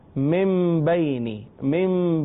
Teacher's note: اقلاب کا جو قاعدہ ہے کہ نون ساکن کے بعد اگر حرف با آ جائے تو اب یہ نون کی آواز میم میں بدل جاتی ہے. من بینی، اس کو من بینی نہیں کہیں گے کیونکہ نون ساکن کے بعد جب با آ جائے تو چوتھا فارمولہ لگتا ہے اقلاب کا.